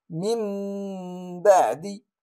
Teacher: قلب النون الساكنة أو التنوين ميما قبل الباء مع مراعاة الغنة · Term: الإقلاب